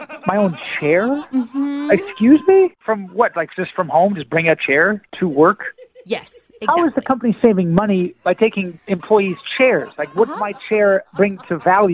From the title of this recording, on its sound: Phone Tap